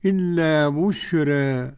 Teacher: قرأ ورش بتقليل الألف المنقلب عن ياء بعد راء · Term: التقليل